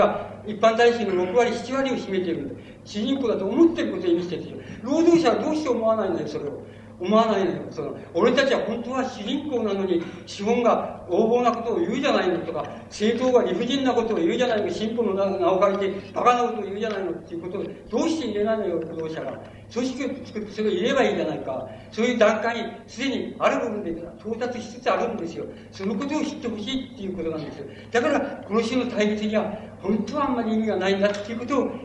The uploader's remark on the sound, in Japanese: 場所：長岡市北越銀行ホール。音源は主催者提供だが、 客席から録音されたもの。